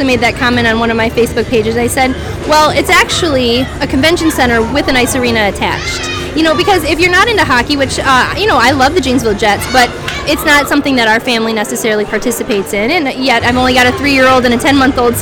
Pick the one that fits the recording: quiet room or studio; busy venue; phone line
busy venue